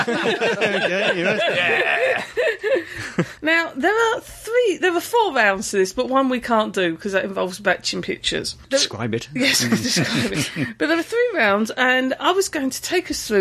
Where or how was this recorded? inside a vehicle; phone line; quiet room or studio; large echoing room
quiet room or studio